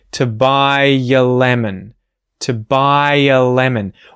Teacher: we're linking the words buy and a with a very subtle yod sound, that y, y, y sound.